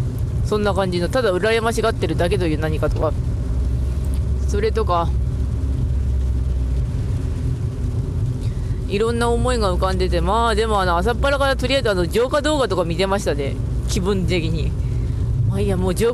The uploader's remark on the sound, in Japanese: 車の中の土曜日。From Radiotalk。